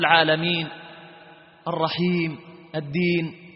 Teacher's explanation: المدود كعارض السكون، لهم فيه القصر والتوسط والإشباع